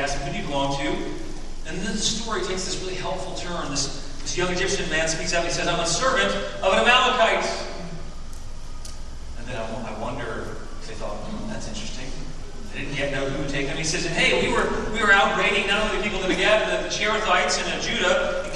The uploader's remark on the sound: Due to technical difficulties, this Sunday's recording is not up to our normal sound recording standards.